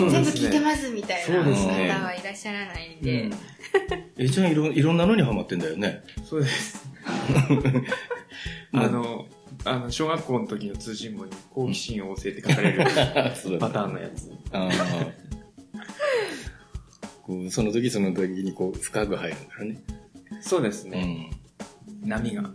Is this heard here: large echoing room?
no